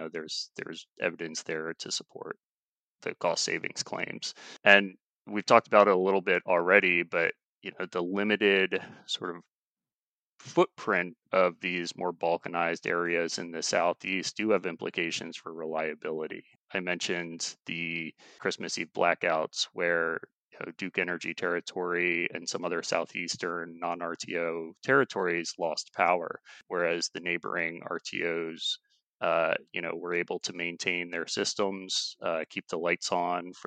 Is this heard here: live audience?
no